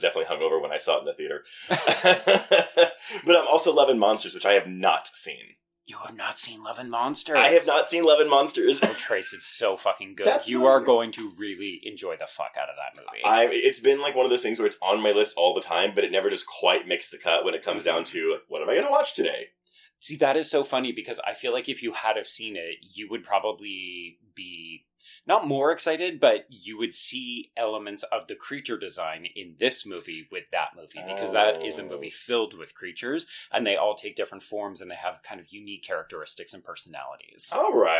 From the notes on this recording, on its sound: We recorded this on a travel mic while we were covering Fantastic Fest so the audio quality is not up to our usual standards.